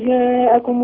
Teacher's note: احنا جاءكم مد متصل واجب يعني ايه ما ينزلش عن اربعه عند حفص